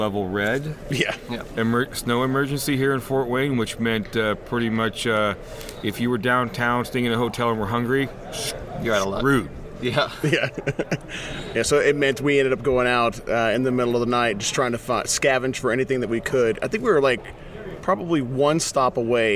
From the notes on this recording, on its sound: Live From Fort Wayne, It’s Winter Fantasy! We are coming at you LIVE from the Grand Wayne Center in beautiful and blustery downtown Fort Wayne.